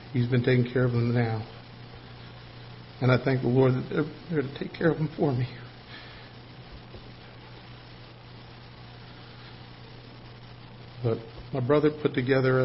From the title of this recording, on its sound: Ketha Heights Baptist Church ~ Live Broadcast